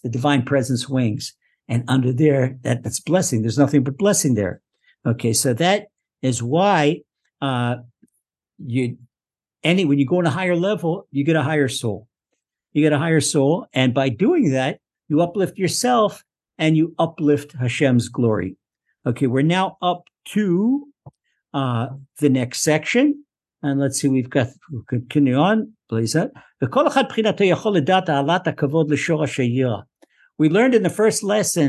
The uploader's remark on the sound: Recorded via TORCHzoom